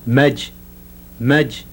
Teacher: the voiced palato-alveolar affricate, the end of the word for a grinding stone.